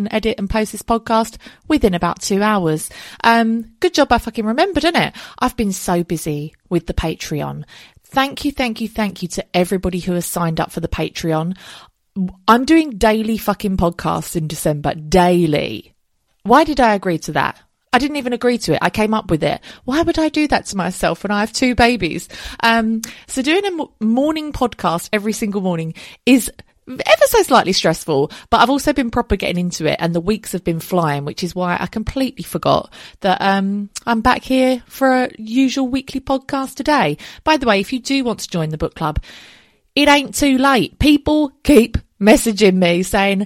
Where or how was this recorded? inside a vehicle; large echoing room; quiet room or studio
quiet room or studio